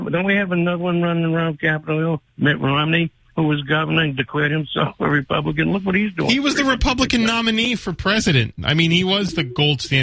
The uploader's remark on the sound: Takes calls from the audience.